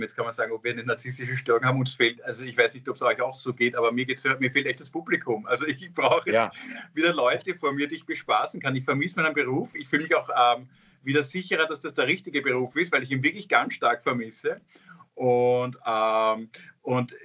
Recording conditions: video call